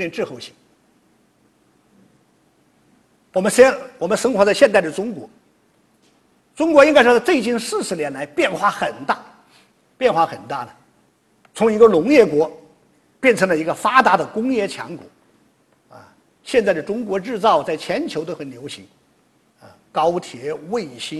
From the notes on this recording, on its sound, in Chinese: “复兴论坛”是由复旦大学、中国科技大学、同济大学、兴业全球基金合作的高端学术文化论坛。本音频是由“复兴论坛”系列讲座录音整理而成。